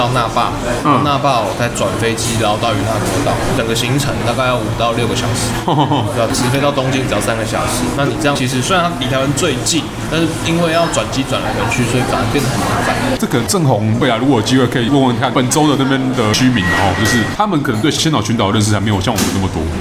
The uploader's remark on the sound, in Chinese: 本集白噪音指數：暴風級 5/5。錄音地點： Supranormal Bakery Cafe 赤峰店。